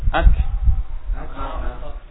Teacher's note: Dia punya sifat desis, hams, berbeda dengan qaf yang sifatnya jahr, yang nafasnya tertahan. Kalau kaf nafasnya mengalir, sehingga ketika disukun suara terhenti tapi nafas mengalir.